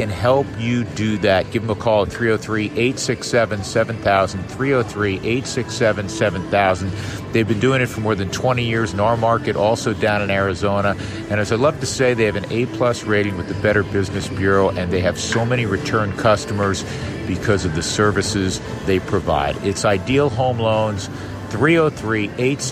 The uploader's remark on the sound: Recording this week from the booth at Citizens Bank Park in Philadelphia